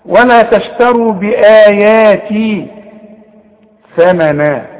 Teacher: طلع لسانك في الثاء وشوف النون مرققة